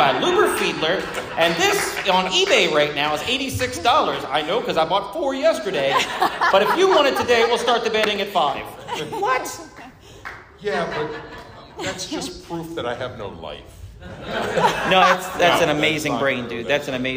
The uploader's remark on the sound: This episode was recorded live at The Magicians Alliance of Eastern States.